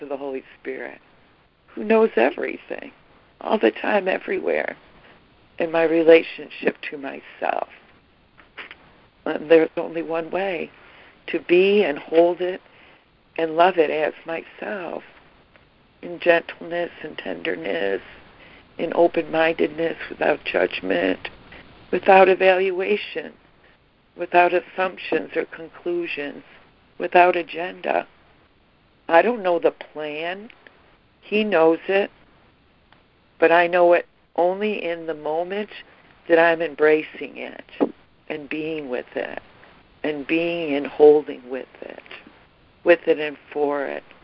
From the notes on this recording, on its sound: ACIM Daily Conference Call.